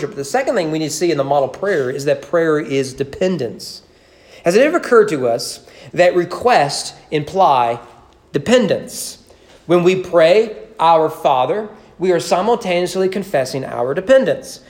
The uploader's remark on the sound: Sermon preached on January 31, 2020 at East Frankfort Baptist Church during morning worship.